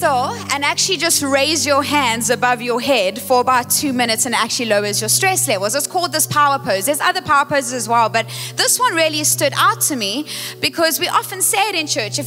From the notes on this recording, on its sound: Recorded live on Sunday 9th July the 2023